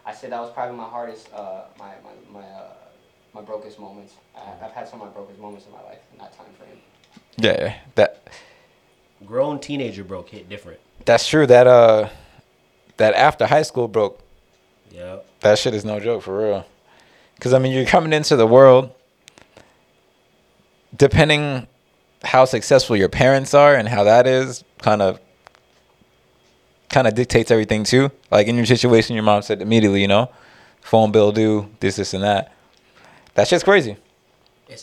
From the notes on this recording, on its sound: we had some technical difficulties with the mics but we wanted to get the episode out regardless